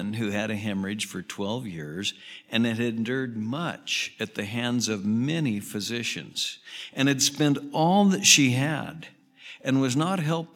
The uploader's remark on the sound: Southwest Bible Church in Beaverton Oregon